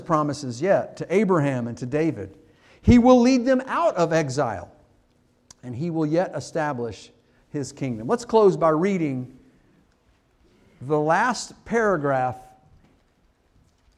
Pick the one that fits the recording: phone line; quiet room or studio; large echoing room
large echoing room